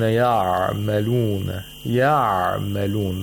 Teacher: The عَيْن has tawassut and no qalqala.